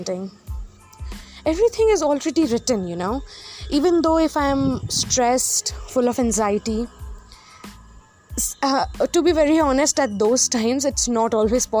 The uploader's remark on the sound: Apologies for the background noises in this Pod.